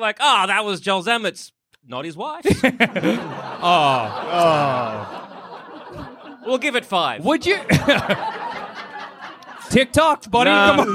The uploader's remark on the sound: Recorded live at Comedy Republic 2022.